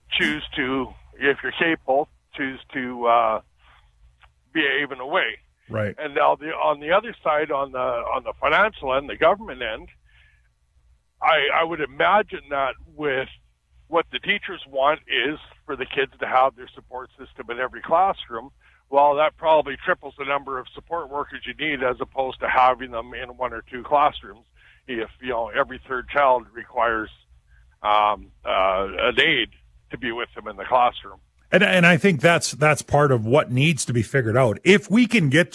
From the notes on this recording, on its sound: opens up the phone lines to take your calls